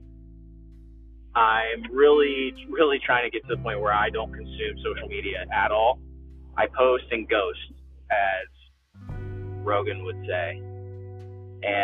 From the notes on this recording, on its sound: Random thoughts while driving